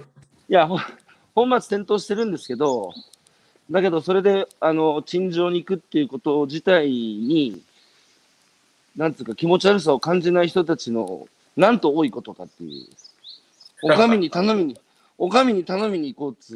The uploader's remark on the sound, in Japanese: 歩きながら1時間、対談する